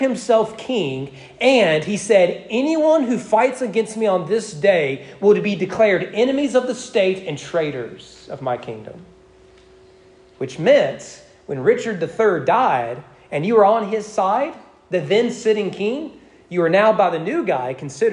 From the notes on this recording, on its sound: Sermon preached on September 25, 2022 during morning worship at East Frankfort Baptist Church